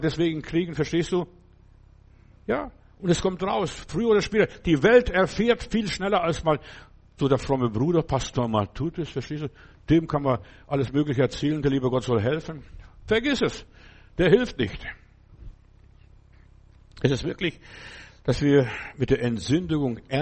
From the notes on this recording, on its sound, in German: im Gemeinde-Zentrum in Berlin aufgenommen